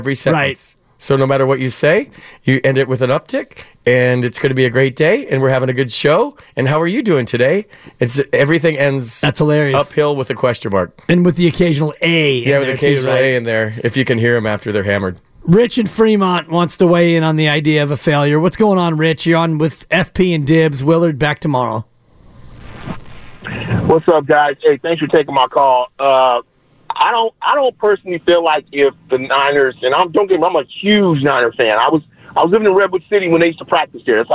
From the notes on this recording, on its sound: Go to the phones to get opinions from 49ers fans about the team's 2023 season.